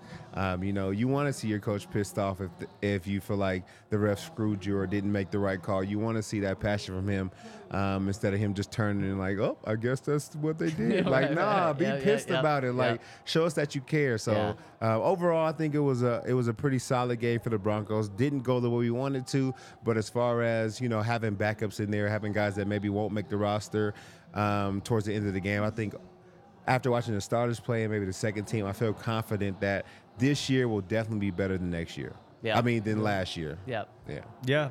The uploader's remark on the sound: coming to you LIVE from the DNVR Bar